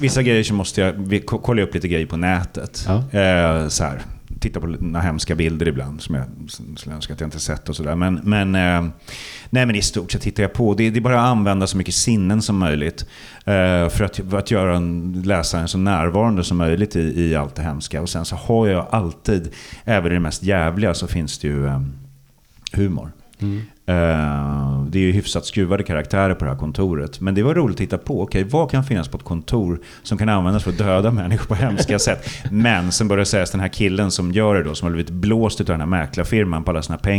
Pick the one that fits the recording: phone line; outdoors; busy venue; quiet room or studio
busy venue